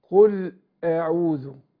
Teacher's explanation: الهمزة والعين الاتنين بيخرجوا من الحلق، بس الهمزة بتخرج من أقصى الحلق